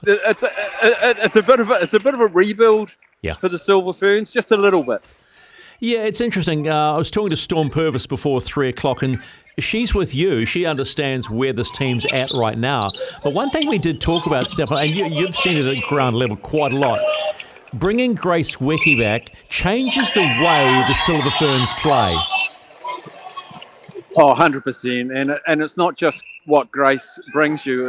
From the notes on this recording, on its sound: LIVE from Spark arena